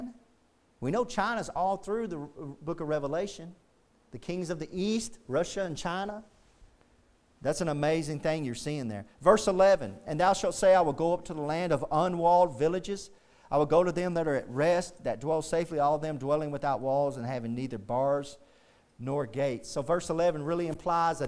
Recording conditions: large echoing room